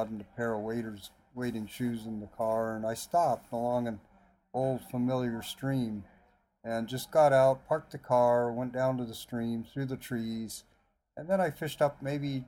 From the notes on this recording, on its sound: it was done in a noisy area